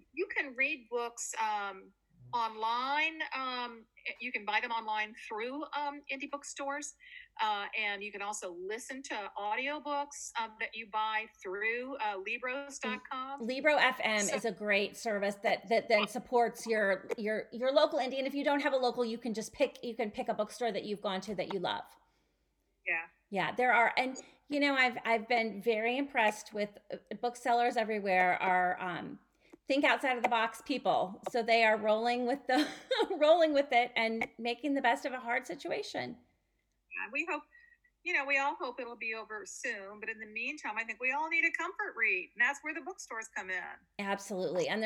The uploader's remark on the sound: The sound quality within this episode is not up to our normal standards, we sincerely apologize for that.